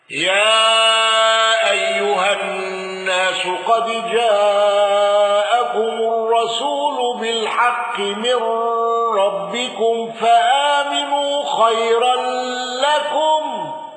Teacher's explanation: قالون بتوسط المنفصل وصلة ميم الجمع والغنة ولم يندرج معه أحد